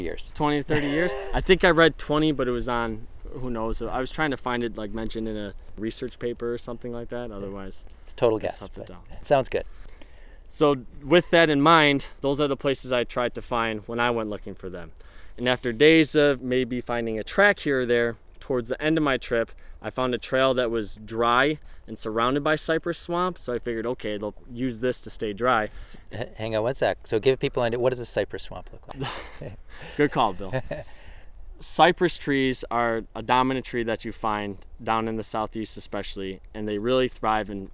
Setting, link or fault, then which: setting, outdoors